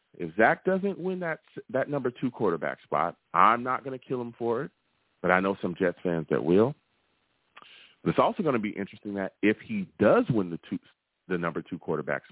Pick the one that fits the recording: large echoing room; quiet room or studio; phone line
phone line